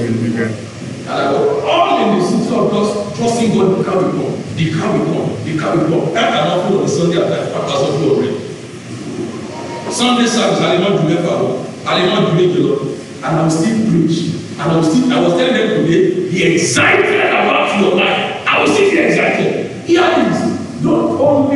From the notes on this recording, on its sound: Covenant Champions Global Assembly Live Service